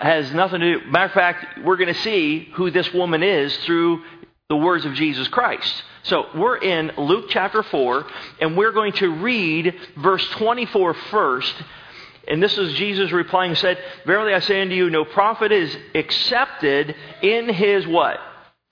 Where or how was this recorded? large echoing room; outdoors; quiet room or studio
large echoing room